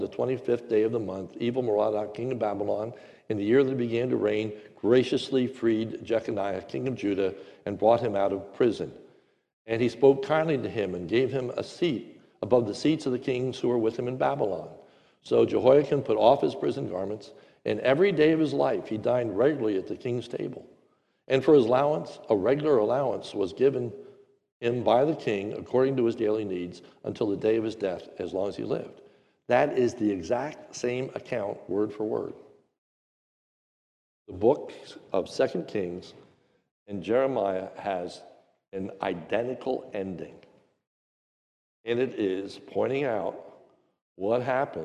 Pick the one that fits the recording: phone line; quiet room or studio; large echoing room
large echoing room